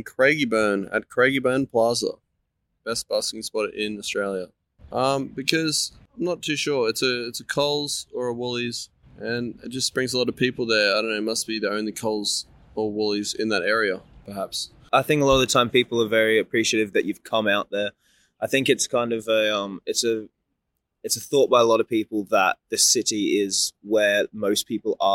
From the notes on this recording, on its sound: Interview recorded on April 25, 2022 (Banana Alley by the Yarra River, Melbourne Central Business District)